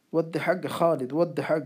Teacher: یا کی آواز کو بالکل جو ہے نا بالکل کم سے کم بولا جائے گا اس میں تو ودے نہیں کہا جائے گا ودی نہیں کہا